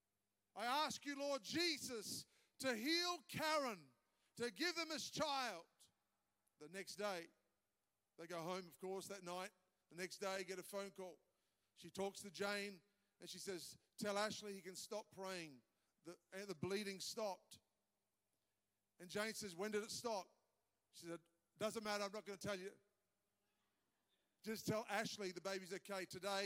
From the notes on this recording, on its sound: live from our 10am service at our Alpharetta campus on Sunday, October 15th!